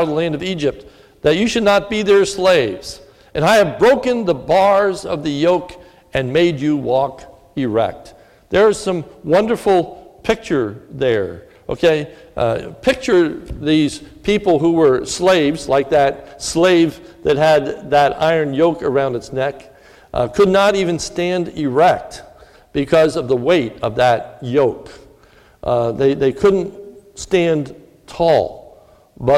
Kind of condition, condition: setting, large echoing room